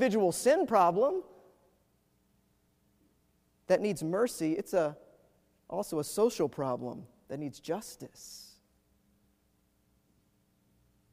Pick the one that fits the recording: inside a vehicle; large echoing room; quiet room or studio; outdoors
large echoing room